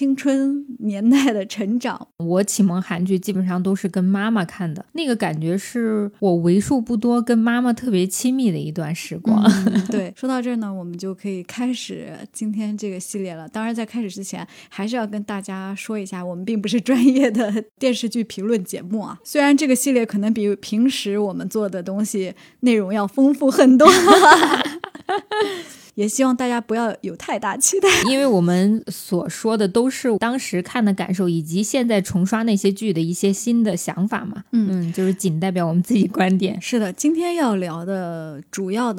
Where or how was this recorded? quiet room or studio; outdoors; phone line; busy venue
quiet room or studio